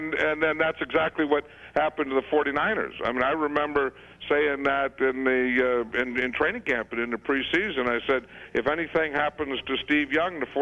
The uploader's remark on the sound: called into … and …’s 10th anniversary show